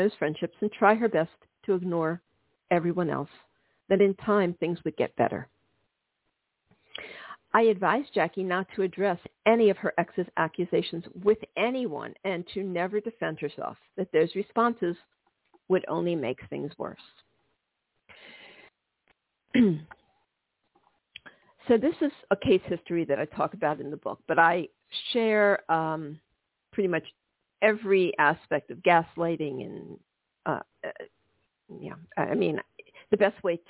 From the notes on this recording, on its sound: This is a live call-in show.